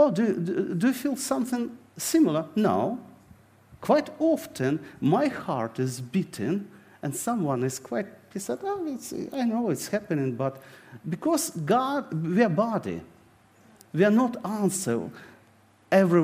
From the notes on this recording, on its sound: This sermon was recorded on Sunday 10th September 2023 at our Putnoe venue.